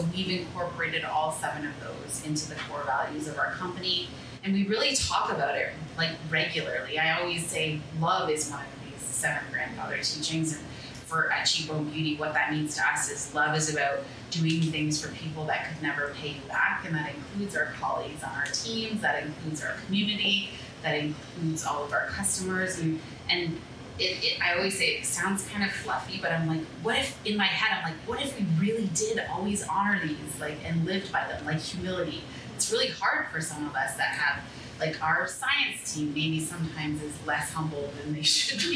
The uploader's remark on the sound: In front of a live audience. Held in a live format at Kissa Toronto located in the heart of the city's Entertainment District. Editor's Note: Due to technical issues, the audio in this episode was impacted and not consistent with our usual quality.